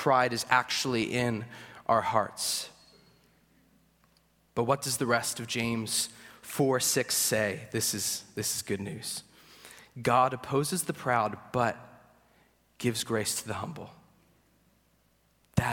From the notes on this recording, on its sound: At Greentree Church on April 23, 2023. At Greentree Church on April 23, 2023.